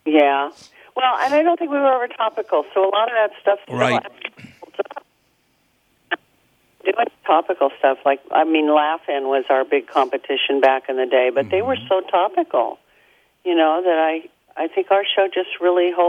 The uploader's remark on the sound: Is in studio. We take a few listener phone calls.